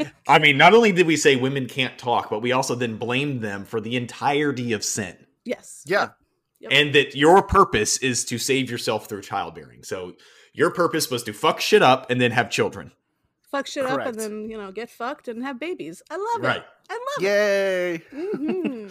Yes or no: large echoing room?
no